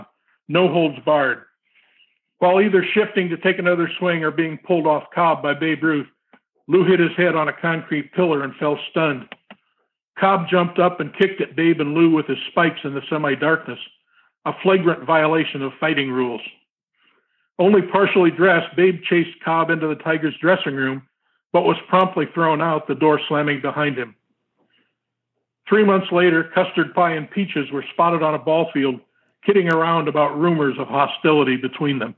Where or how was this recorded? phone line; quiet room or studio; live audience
phone line